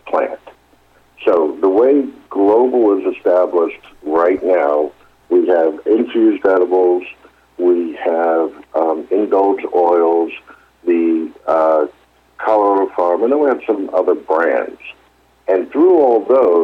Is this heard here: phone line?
yes